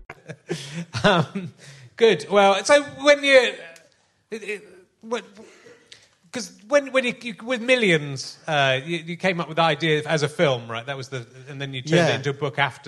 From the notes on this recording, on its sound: at the Liverpool Playhouse